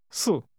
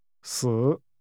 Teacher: 4 si is pronounced with a falling tone · Shown in: first take · while the word for death si is pronounced with a tone that falls and rises again.